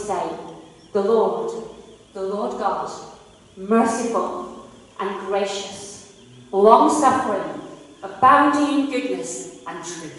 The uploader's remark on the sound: KCC's morning service. Please note that this is a live recording and at times audio quality may be affected by external circumstances.